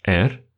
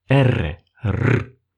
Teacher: мы можем произнести ее как обычную русскую букву «р», не грассируя, просто «р», либо мы можем ее произнести как грассированную, выделенную, либо усиленную букву «р»